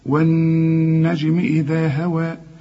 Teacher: إذا هوى طلع لسانك في الذال.